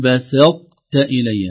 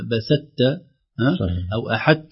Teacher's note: لو الطاء في التاء تضغم إضغام جزئي أو إضغام ناقص لأن الطاء أقوى من التاء فما تدخل بقوتها وضخامتها في التاء يعني يدخل جزء منها مثلا زي لئن بسطت إلي ما نقول بسط بسطت أو أحدت لا أحدت نجد الشد أولها طاء وآخرها تاء من هذه الأشياء.